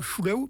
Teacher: On met la langue contre le palais, c'est donc une palatalisation.